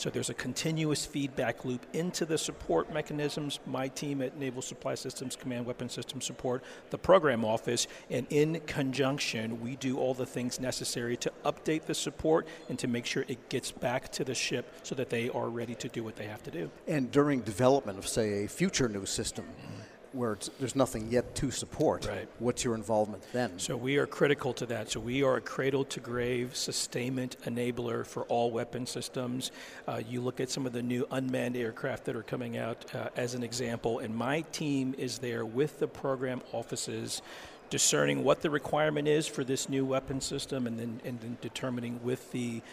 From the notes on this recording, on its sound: At the Sea Air Space conference this week, the Federal Drive caught up